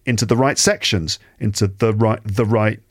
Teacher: the becomes small. Because it's not one of the stressed words or one of the stressed syllables. · Term: weak forms